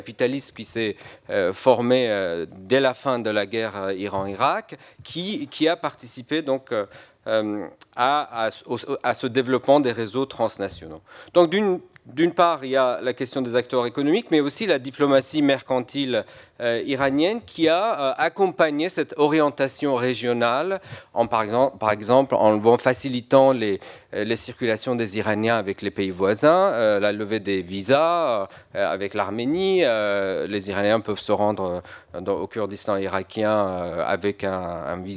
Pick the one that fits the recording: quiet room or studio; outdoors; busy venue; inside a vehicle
busy venue